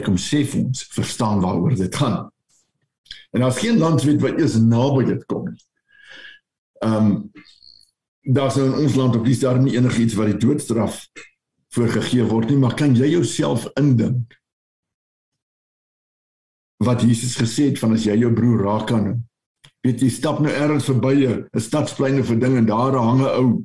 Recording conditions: video call